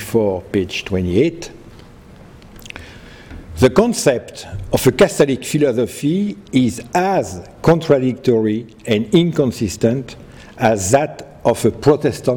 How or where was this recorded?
large echoing room